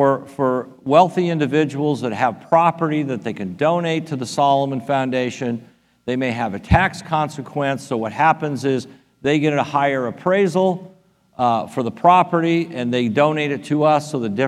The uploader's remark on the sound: Delivered a powerful talk about The Solomon Foundation at our REFRESH conference in Nassau, Bahamas.